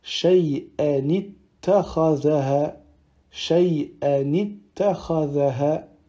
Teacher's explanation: Donc ici, si on veut faire la liaison, eh ben, le NUN sur lequel on s'arrête, le NUN du tanwin, du coup il lui faut mettre une voyelle pour faire la liaison avec le mot suivant, qui commence par une shadda